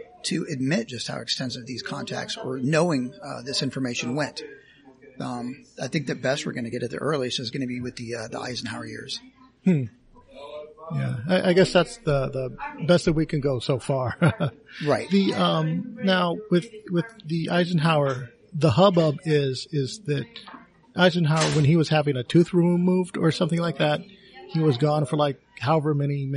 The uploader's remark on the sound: Note: apologies for sound quality, we were recording in a Filipino restaurant.